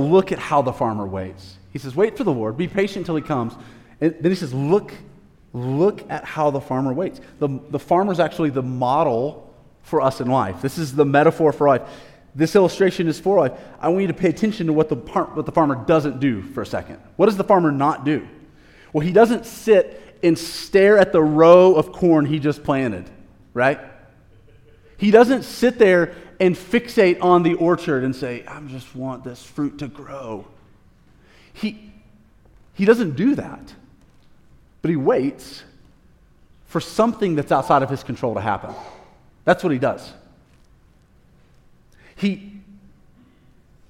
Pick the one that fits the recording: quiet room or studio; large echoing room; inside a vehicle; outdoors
large echoing room